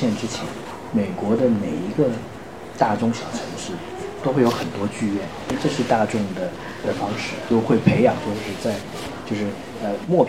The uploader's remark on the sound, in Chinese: 由于分享会现场录制，本期节目部份段落音质欠佳